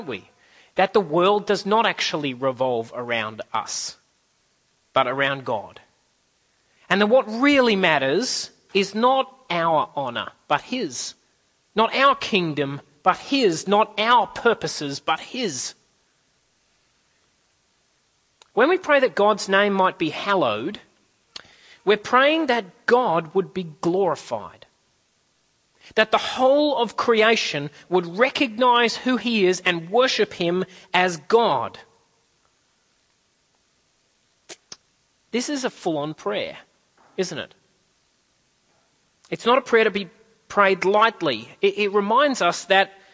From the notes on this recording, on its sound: At a CIG service